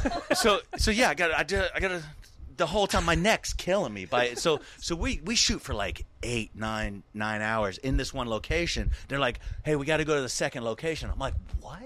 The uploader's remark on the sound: Recorded and shot on location at OFF THE HOOK COMEDY CLUB in Naples, Florida. The Pilot episode of this new podcast was recorded and shot on location at OFF THE HOOK COMEDY CLUB in Naples, Florida.